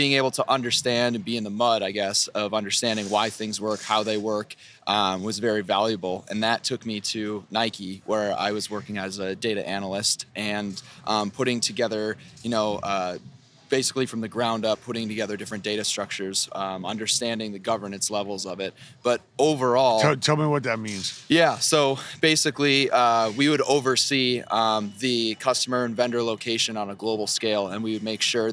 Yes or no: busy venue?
yes